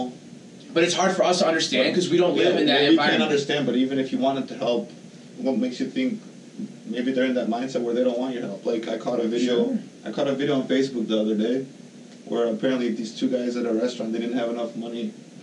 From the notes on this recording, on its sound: We apologize for the audio quality of this episode as we had some techincal difficulties.